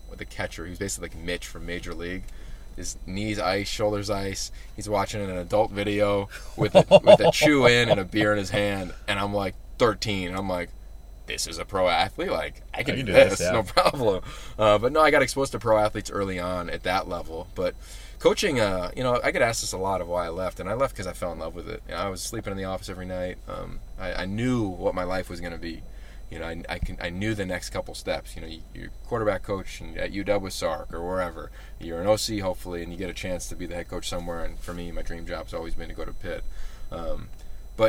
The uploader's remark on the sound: What do you get when 2 friends are on a road trip hopping from campus to campus doing college football shows? A podcast recorded in a car.